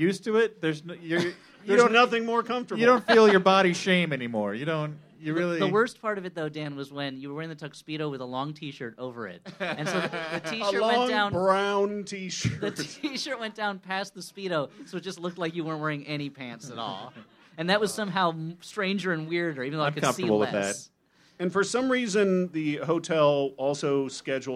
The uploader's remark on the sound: The Flop House Q&A at VVFD 2017 (MaxFunDrive 2017). Recorded live from Very Very Fun Day in Chicago at Thalia Hall.